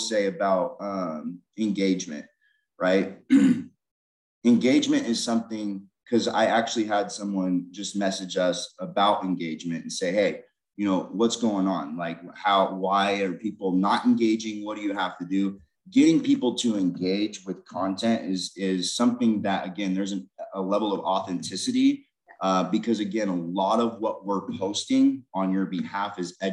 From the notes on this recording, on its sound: free live InterNACHI Webinar